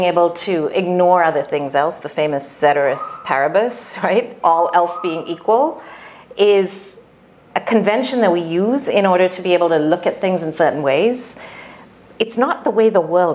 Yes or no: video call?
no